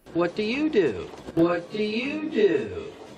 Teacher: Bajando entonación al final.